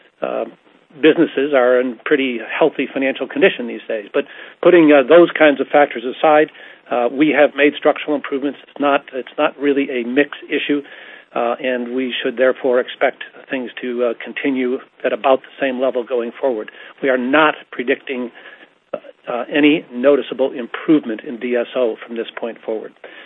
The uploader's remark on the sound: Listen to an audio podcast of the earnings conference call.